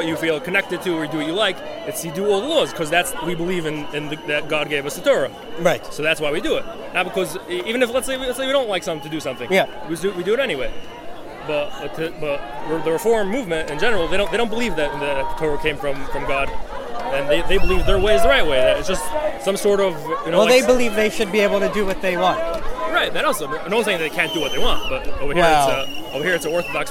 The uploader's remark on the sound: At the Western Wall. Took his recording gear into the crowd to bring us this special on-the-ground report.